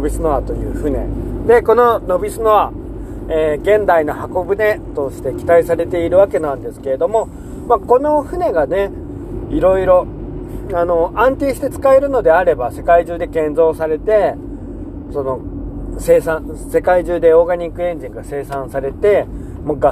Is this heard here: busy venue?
no